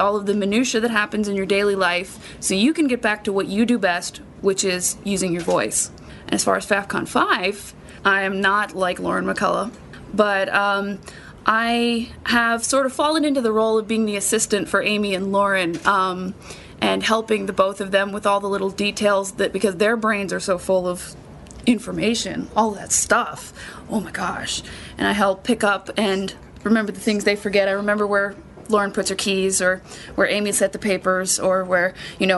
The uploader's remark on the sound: LIVE from Faffcon 5 in Charlotte, NC. Record LIVE with the entire Voice Over Cafe staff from Faffcon 5: The Voiceover Unconference in Charlotte, NC!